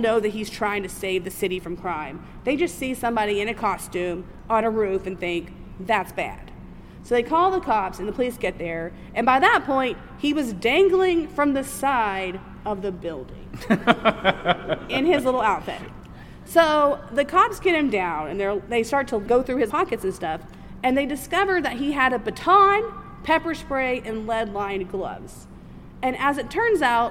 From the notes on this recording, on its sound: The audio is a little rough on this episode because we recorded it live at our very first convention! However, I have edited it.